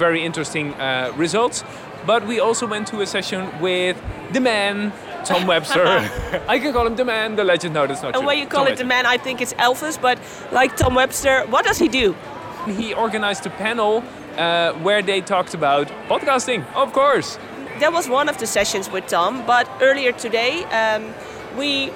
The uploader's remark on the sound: Live from Podcast Movement in Las Vegas